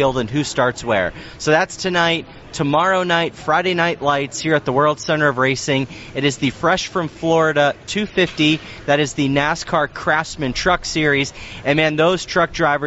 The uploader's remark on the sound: Joined live at the Daytona International Speedway.